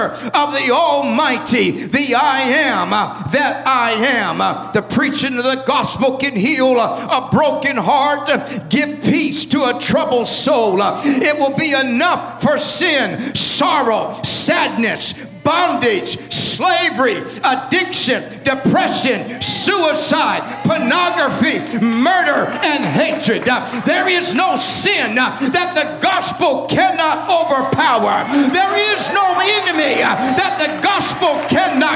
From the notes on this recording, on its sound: At the Victory Gathering at Fireplace Fellowship.